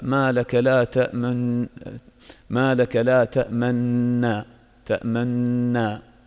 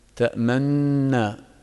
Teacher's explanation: فالإشمام معناه ضم الشفتين بدون أن يظهر أثر ذلك في النطق، مجرد ضم الشفتين وإرجاعها بدون أن يظهر ذلك أثر في النطق.